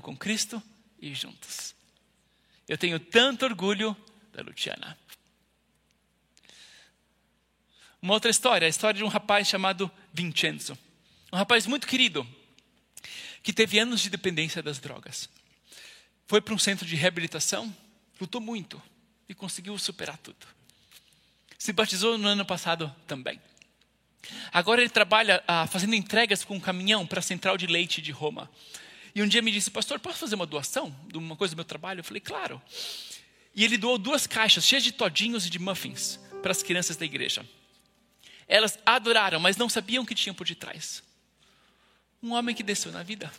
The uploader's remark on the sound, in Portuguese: IBMorumbi Culto Ao Vivo.